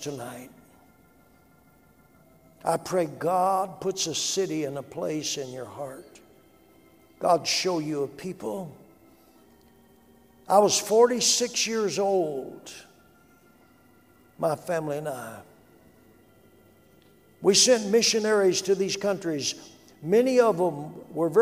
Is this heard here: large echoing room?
yes